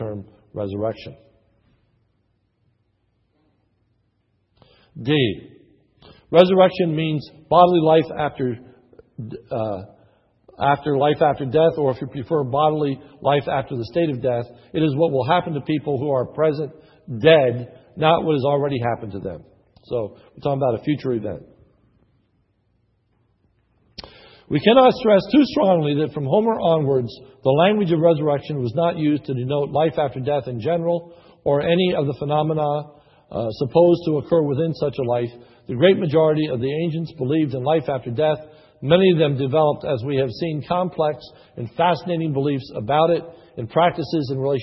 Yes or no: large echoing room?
yes